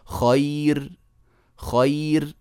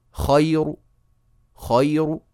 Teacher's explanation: الراء تصير مضمومة وتصير مفخمة · Shown in: second take